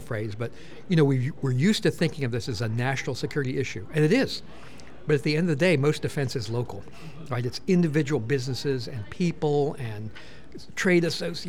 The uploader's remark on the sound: 2023 CyberMaryland Conference. At this year's conference – which took place from December 6th to 7th, 2023, in Hyattsville, Maryland.